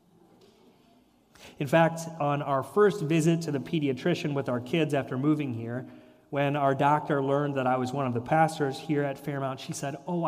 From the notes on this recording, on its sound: Sermon and reflection at Fairmount Presbyterian Church.